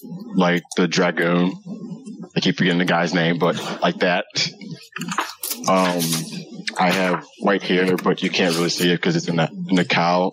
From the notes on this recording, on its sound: We apologize for the poor audio quality.